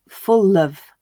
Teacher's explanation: So the dark L, full, becomes clear L, full of.